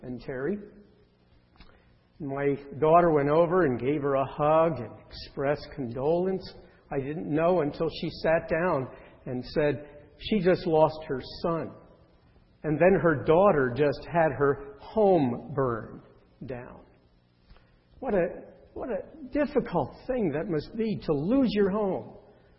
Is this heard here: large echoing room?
yes